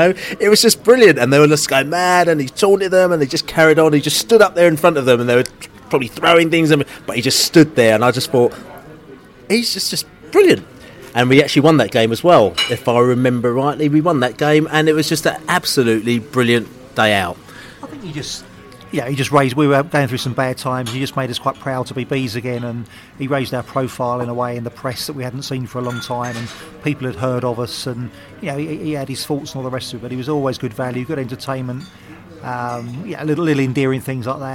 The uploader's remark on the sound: pre-match podcast from the pub